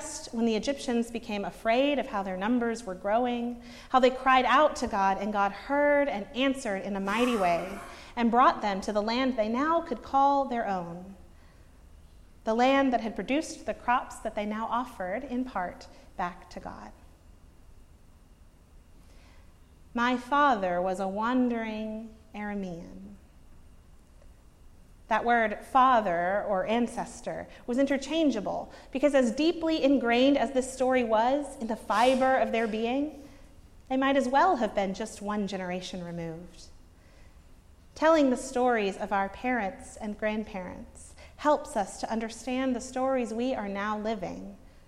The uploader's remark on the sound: preached at Northminster Church on March 10, 2019